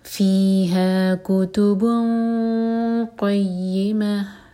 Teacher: کتبن با کی تنوین کے بعد ہے قاف، تو یہاں ہم کریں گے اخفاء. تنوین میں جنون کا ساؤنڈ ہے، اس کو چھپائیں گے، اور قاف کے لیے زبان تیار، تو ہیوی اخفا ہوگا کیونکہ قاف جو ہے ہیوی لیٹر ہے.